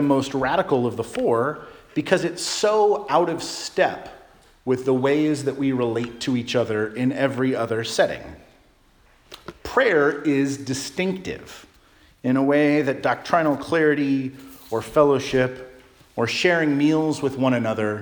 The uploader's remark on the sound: Charles Anglican Cathedral, Bremerton, WA.